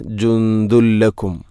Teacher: ജുന്ദുൻ, അതുപോലെ ദാലിൽ തൻവീനാണ്, ശേഷം ലാം. ഇദ്ഗാം ബിലാഗുന്ന, തൻവീനിനെ ലാമിലേക്ക് കൂട്ടിലയിപ്പിക്കണം. അപ്പോൾ നൂനിൻ്റെ ശബ്ദം കേൾക്കൂല, ജുന്ദുൻ എന്ന ശബ്ദമില്ല. ജുന്ദുൻ ലക്കും അല്ല ജുന്ദുല്ലക്കും.